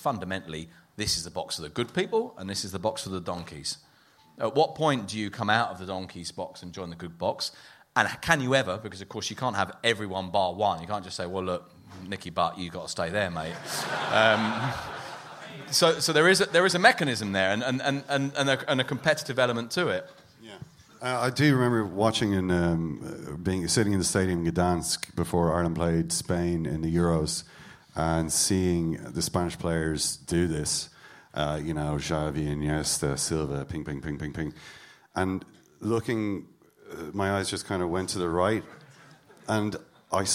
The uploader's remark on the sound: La Liga Live At The Sugar Club, Dublin.